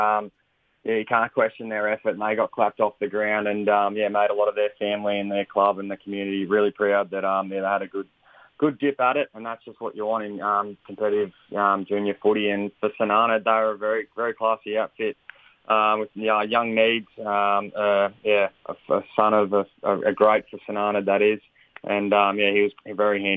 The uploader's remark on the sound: Phoned in to report. On this week's Flow Friday Sports Show.